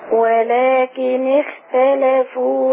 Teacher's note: لما تيجي الخاء ساكنة قبلها كسر انزلي بالتفخيم شوية